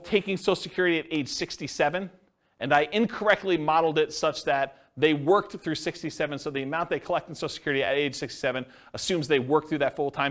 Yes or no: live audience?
yes